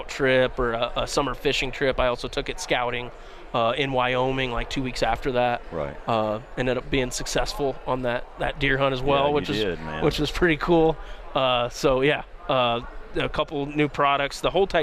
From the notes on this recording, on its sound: International Sportsmen’s Expo 2024 Broadcast at The Colorado Convention Center. We are at the 2024 International Sportsmen’s Expo at the Colorado Convention Center.